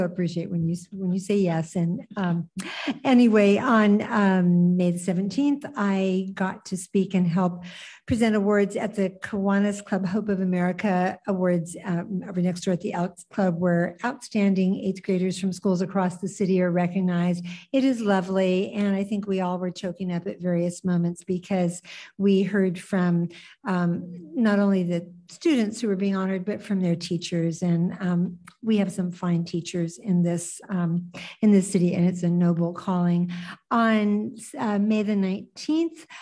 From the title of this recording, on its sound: 2023-06-06 City Council Meeting - ZOOM